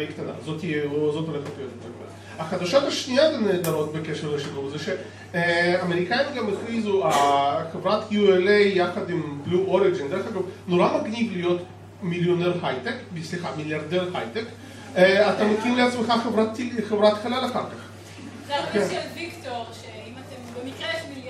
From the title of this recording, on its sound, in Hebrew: פרק מול קהל חי בפסטיבל אייקון